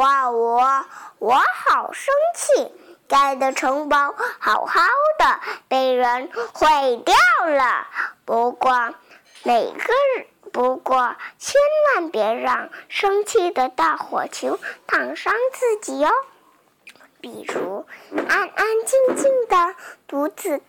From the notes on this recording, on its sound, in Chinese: 选一个更安静的环境就更好了。